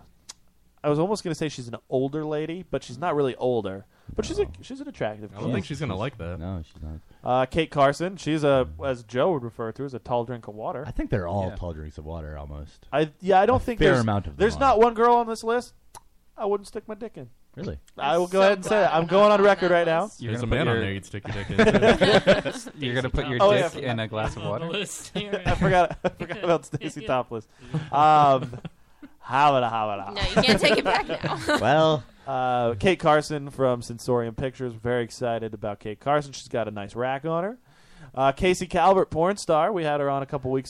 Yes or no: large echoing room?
no